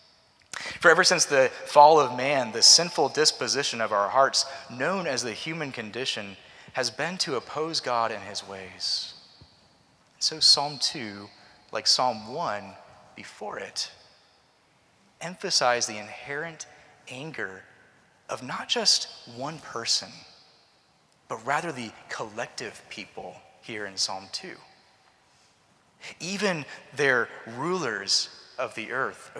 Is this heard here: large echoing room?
yes